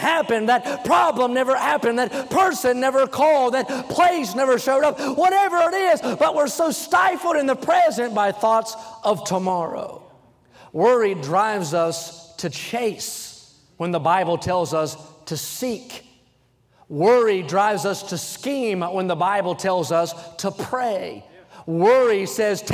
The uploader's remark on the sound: during the Sunday Morning service on July 23, 2023, at North Valley Baptist Church in Santa Clara, California.